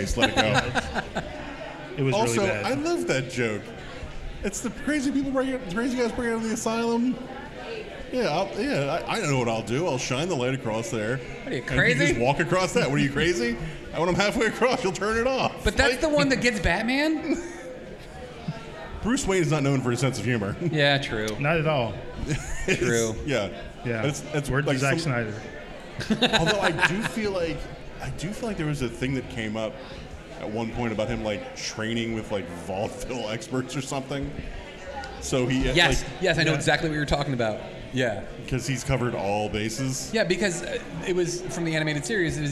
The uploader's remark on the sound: Live From Free Comic Book Day 2023! Live at Tosche Station for Free Comic Book Day 2023!